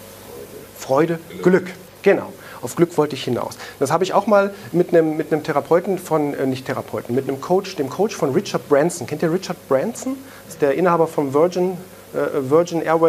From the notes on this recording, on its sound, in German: einen Mitschnitt aus einem Vortrag